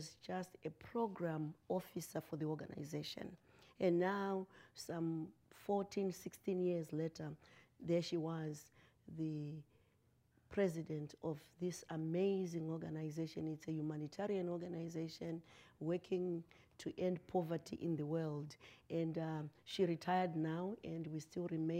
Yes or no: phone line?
no